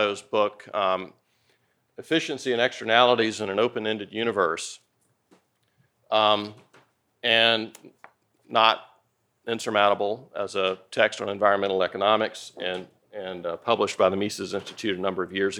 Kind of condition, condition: setting, large echoing room